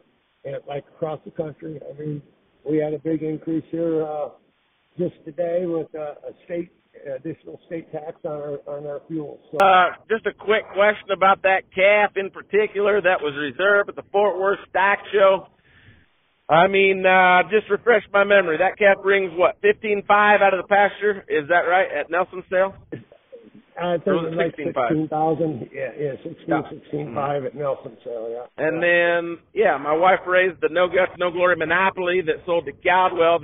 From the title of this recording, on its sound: Live From Shireman’s Vet Services In Northwest Indiana